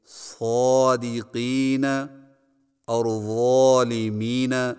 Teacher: اردو میں الف مدہ بالعموم قدر موٹی آواز کے ساتھ ادا ہوتا ہے، جیسے مال اور حال کا الف، لیکن قرآن مجید میں الف نہایت باریک ادا ہوتا ہے، البتہ جب وہ موٹے حرف کے بعد آئے، جیسے صادقین اور ظالمین، تو اس صورت میں اس حرف کے تابع ہو کر وہ بھی موٹا ہی پڑھا جاتا ہے